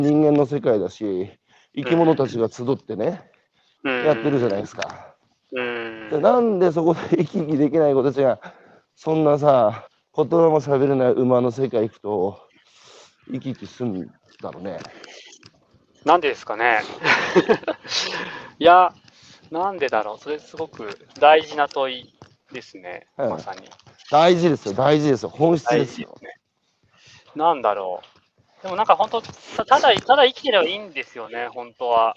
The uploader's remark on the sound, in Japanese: 歩きながら1時間、対談する